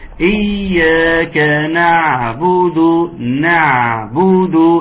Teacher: العين لا ينقطع فيه الصوت · Term: حرف العين